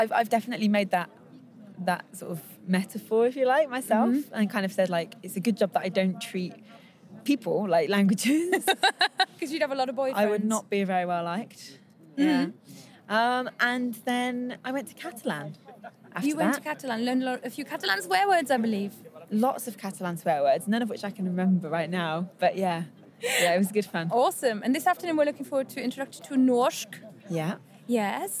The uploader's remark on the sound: Live from the Polyglot Gathering 2017. The live clips are in, so you can experience the Polyglot Gathering in 2017 with the Creative Language Learning Podcast as we bring you interviews, impressions and fun from the conference floor.